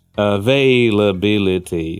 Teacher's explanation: The second beat is longer.